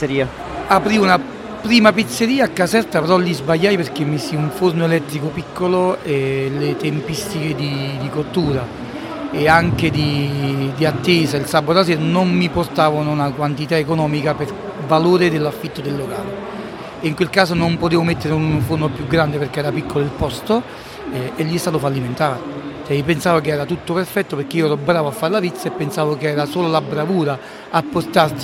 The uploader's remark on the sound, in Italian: Registrata live dalla Città della Pizza di Roma. Samson Q2U. Microfono ospiti: Maranz MPM-1000. Registratore portatile: Zoom H1n. Mixer: Zoom Podtrack P4.